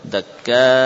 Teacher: kalau waqaf pada hamzah dakka hendaklah ditampakkan hamzahnya. Dengan menaikkan suara atau dengan memberikan nabr